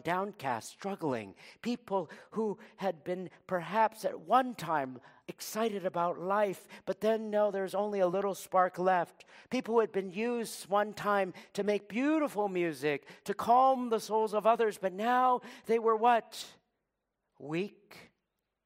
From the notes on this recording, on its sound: Preached at Living Stone Bible Church, Fourways/Bryanston, South Africa.